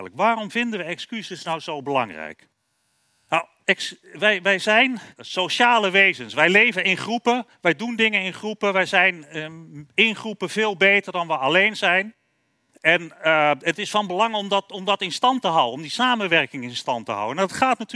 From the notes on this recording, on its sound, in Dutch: live vanaf het Betweter Festival van de Universiteit Utrecht